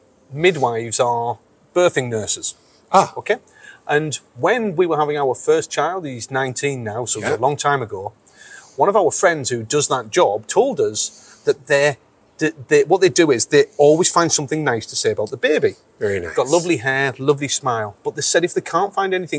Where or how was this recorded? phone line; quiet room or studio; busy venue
busy venue